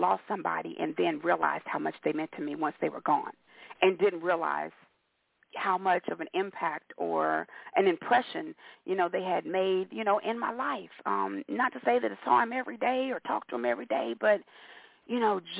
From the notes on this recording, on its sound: your phone calls